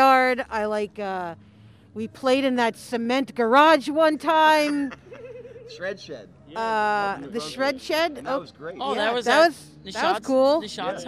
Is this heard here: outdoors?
yes